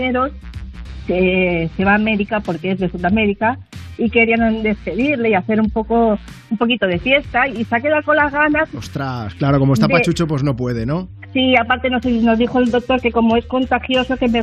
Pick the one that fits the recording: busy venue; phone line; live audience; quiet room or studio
phone line